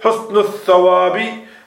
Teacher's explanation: if you have a word before it, even the alif is not pronounced